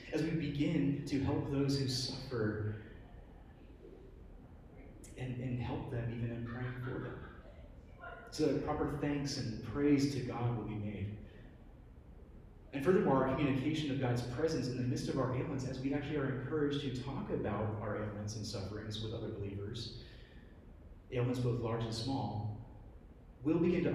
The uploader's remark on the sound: Preached at New Hope Community Church, EPC (Lynchburg, VA).